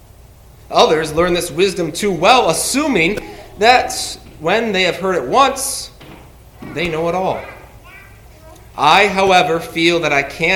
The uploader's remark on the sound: Sermon from the Hudson-Delaware Reformation Festival. Immanuel Lutheran in Long Valley, New Jersey.